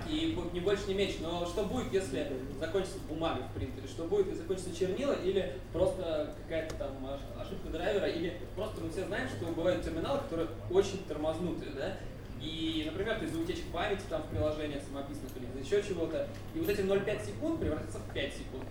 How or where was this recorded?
large echoing room